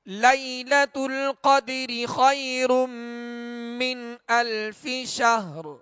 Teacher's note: نون ساکن کے بعد حمزہ ہے، حمزہ حروف حلقی میں سے، لہذا یہاں پر غنہ نہیں کریں گے بلکہ اظہار کریں گے. آخر میں شہر، تو ہا کا سکون کامل ادا کرتے ہوئے را کو ہم نے ساکن کرنا ہے، را پر آواز کو اور سانس کو ختم کرنا ہے.